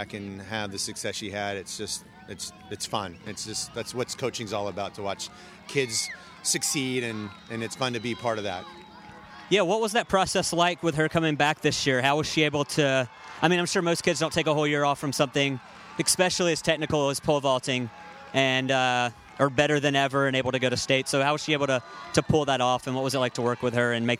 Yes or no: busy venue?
yes